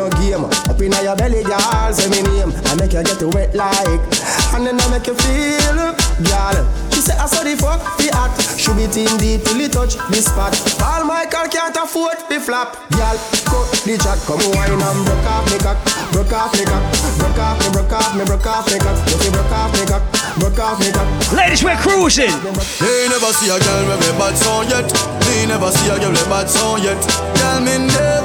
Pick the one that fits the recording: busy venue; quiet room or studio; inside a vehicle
busy venue